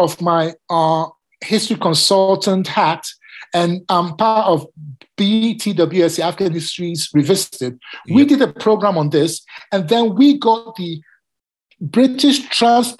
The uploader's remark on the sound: Like all these conversations, this was recorded over zoom, and we had some sound quality issues.